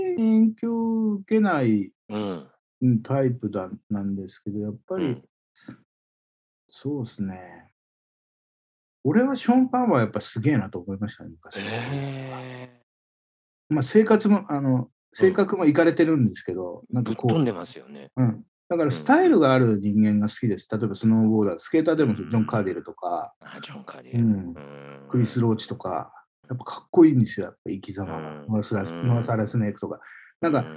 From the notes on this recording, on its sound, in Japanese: オンライン収録